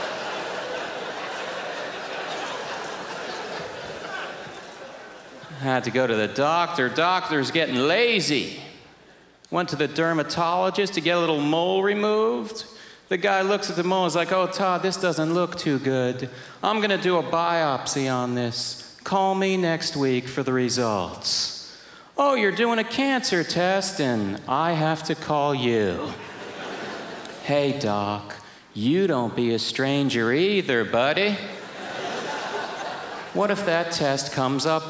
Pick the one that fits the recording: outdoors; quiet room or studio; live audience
live audience